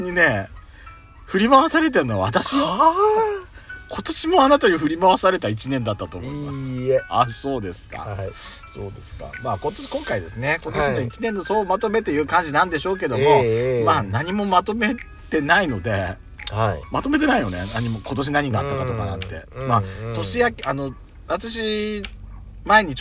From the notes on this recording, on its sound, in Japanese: パーキング収録。